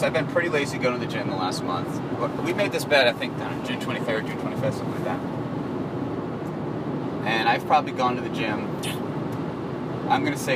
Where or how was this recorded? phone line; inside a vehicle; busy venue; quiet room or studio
inside a vehicle